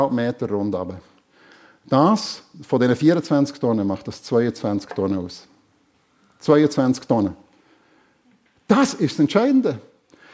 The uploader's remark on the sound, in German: Predigt der FEG Sumiswald an Pfingsten 2023